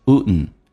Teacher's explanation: 当 D 跟 N 在一起，通常 D 可以不发音，气流就阻塞一下变成 wouldn't。